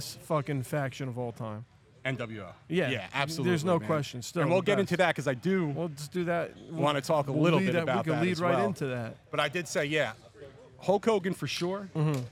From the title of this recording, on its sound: Live From The Premier Wrestling Showcase